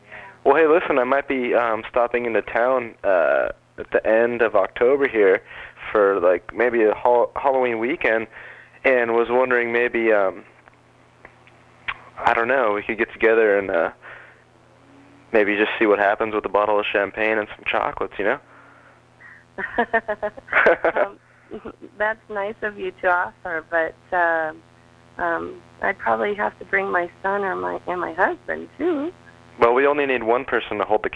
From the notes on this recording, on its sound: Prank Phone Calls